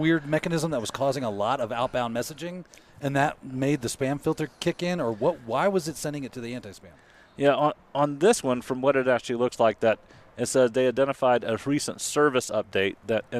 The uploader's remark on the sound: Reporting live from South Dakota. On location at Wild West Hackin' Fest far from the ITPro studios.